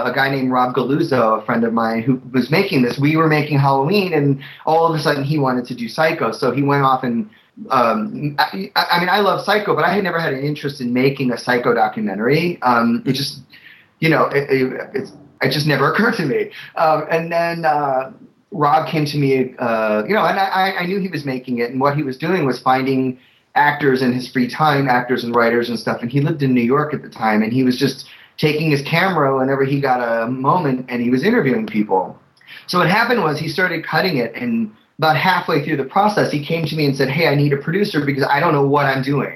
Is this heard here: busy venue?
no